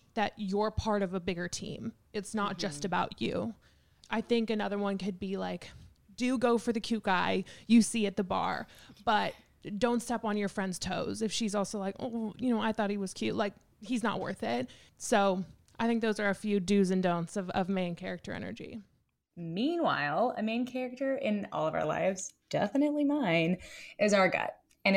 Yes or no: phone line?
no